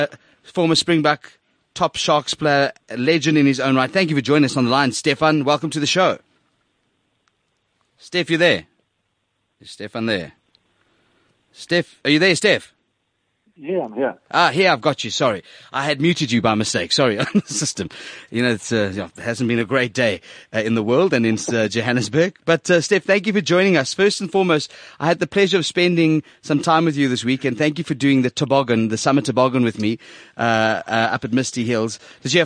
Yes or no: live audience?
no